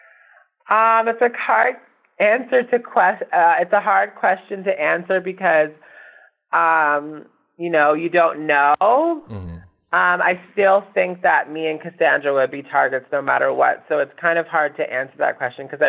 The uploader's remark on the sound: This is our phone interview